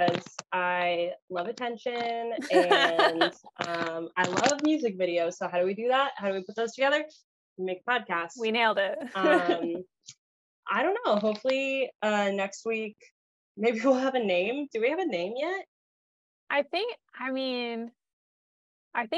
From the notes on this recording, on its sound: We are broke so we do not have any semblance of recording equipment, sorry!